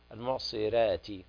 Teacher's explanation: الراء مرققة في رواية ورش